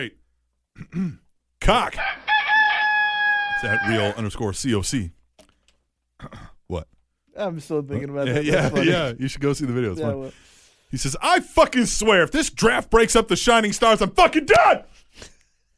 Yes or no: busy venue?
no